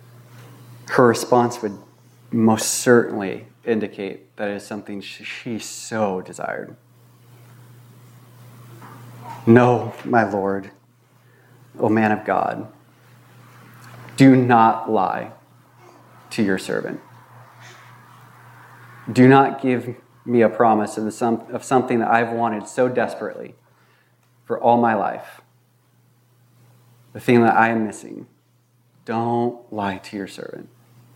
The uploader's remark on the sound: This was recorded on August 14, 2022 at Bethel Church in Ridgefield, Wa.